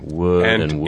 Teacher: I think there are people whose pronunciations of wood and word are starting to get very, very close together.